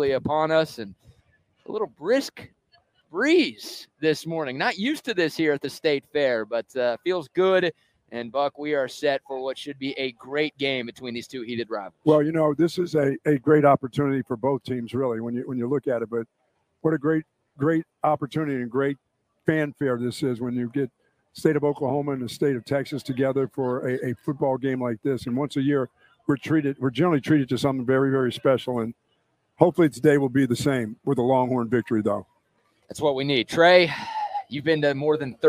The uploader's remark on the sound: Pregame Show LIVE from the State Fair of Texas